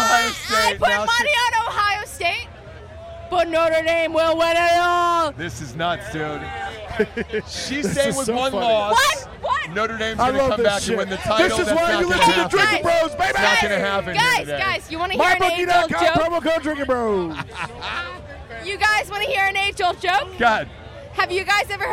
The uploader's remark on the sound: live from Notre Dame raging with listeners